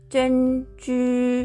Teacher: ュー、これはですね、あの、まあ、タピオカティーのタピオカを示してるんですが、もともとの意味は真珠とかそういう宝石類とかそういう意味の単語です。えー、このね、真珠の、えー、発音が一番このセンテンスの中では難しいところなんですね、実は。というのもですね、えー、これ発音記号で書きますと、ZHEN、ZHU というふうに書きます。で、このあの ZH の発音っていうのはですね、えっ、ー、と、舌を、口の中で舌を巻き上げて、舌を反るように、反り上げるようにして発音する音なんですね。要するに巻き舌なんですけど、舌を反り上げた状態のままで、舌の両脇から息を吐き出す、吹くような感じで発音します。なので、チェンチューっていう感じなんですね。で、えっ、ー、と、この、こういうのをソリジタ音と言うんですが、ソリジタ音のバリエーションはですね、ZH 以外にも SH とか CH とかいろいろありまして、で、これ